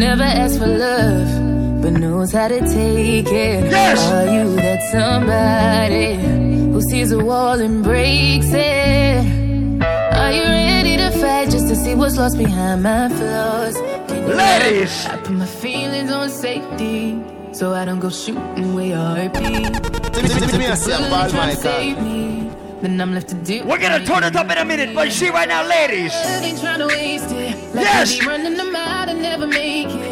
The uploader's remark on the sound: LIVE AT ISLAND SATURDAYS ON SEPT 29TH